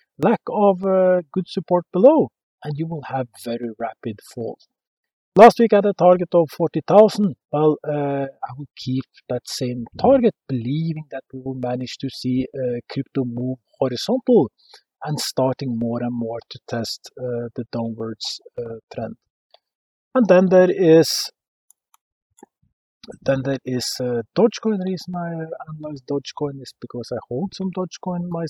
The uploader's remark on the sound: This episode is recorded outside in the mountains on the western coastline and this affects the sound quality.